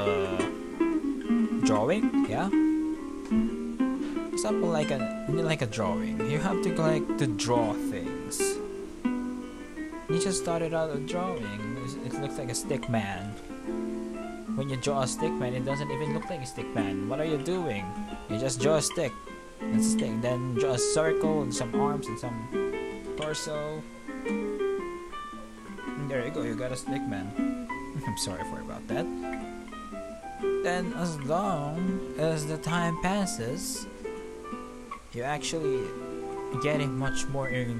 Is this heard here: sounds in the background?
yes